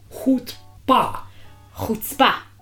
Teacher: you hit the second syllable